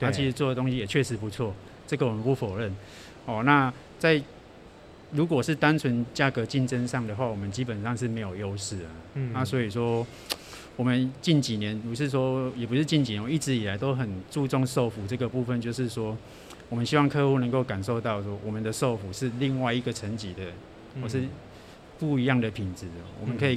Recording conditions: busy venue